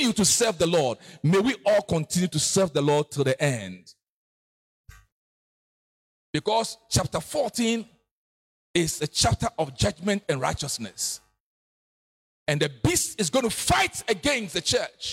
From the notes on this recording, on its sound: preached at New Covenant Baptist Church Sunday service